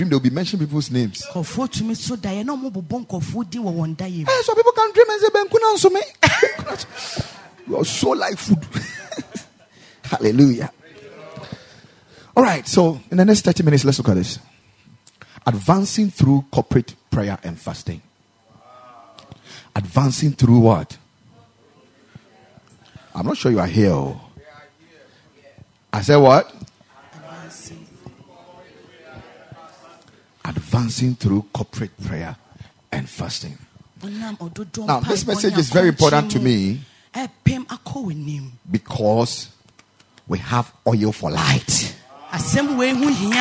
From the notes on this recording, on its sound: Preached at the Ekklesia Campus